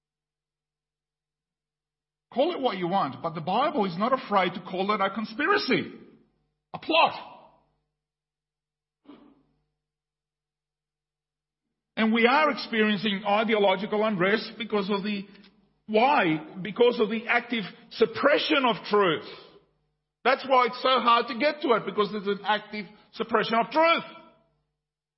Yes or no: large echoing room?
yes